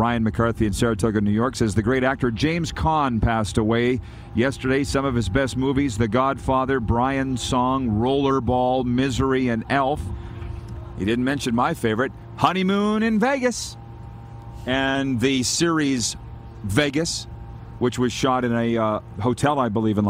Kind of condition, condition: setting, busy venue